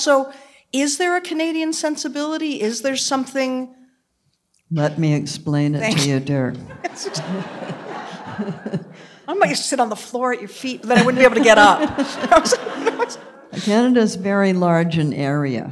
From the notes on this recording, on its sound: The conversation was recorded in front of a live audience at Symphony Space.